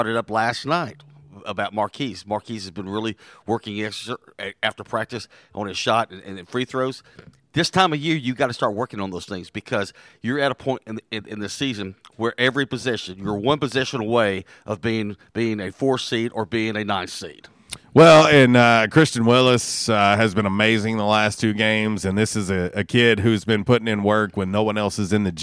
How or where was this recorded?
busy venue